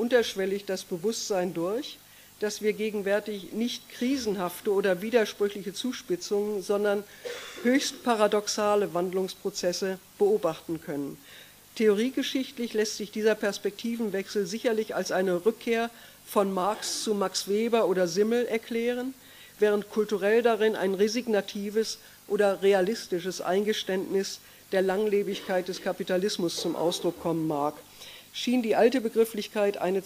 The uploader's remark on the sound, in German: Live-Mitschnitt der Veranstaltung. Aus technischen Gründen konnten im Diskussionsteil die Fragen aus dem Publikum nicht aufgezeichnet werden – die Antworten sind aber trotzdem zu hören!